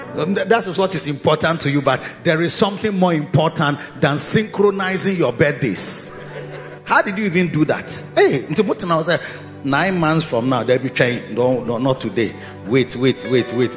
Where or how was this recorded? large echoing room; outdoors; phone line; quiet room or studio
large echoing room